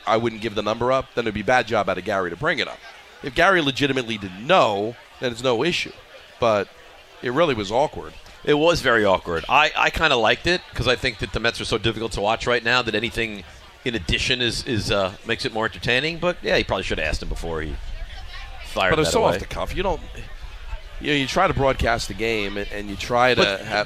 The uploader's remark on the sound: live from Bar